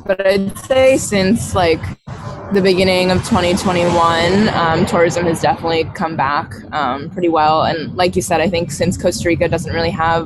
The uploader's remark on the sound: A cafe in Costa Rica, where everything sold is grown in the local area… right on the beach… Please excuse the background noise in this episode. Recording from the cafe in it’s beautiful surroundings.